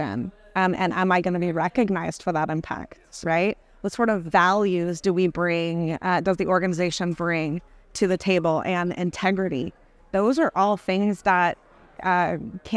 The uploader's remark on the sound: In this episode recorded at the recent Dental Trade Alliance meeting. Recorded at DTA.